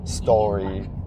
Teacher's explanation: The reason you have that R, that hard R sound that you really do hear, is it's because it's beginning the second syllable, story.